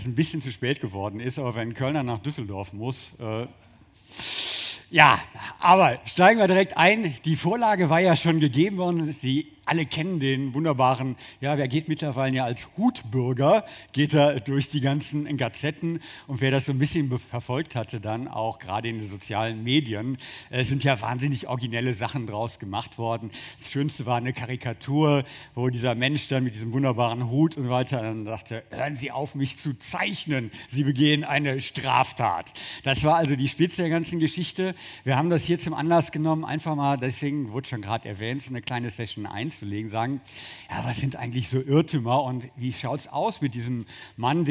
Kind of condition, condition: setting, busy venue